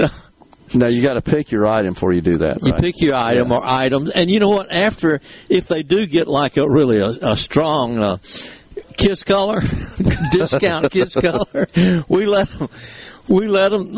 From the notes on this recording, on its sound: MidDays is LIVE from Carter Jewelers on High Street in Jackson